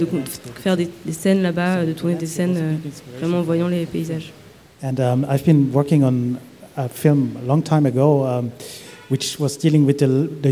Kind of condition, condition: setting, live audience